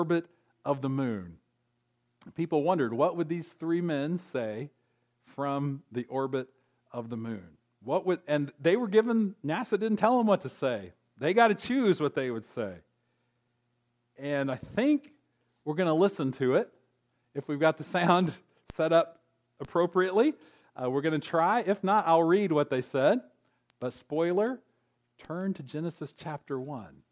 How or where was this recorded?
large echoing room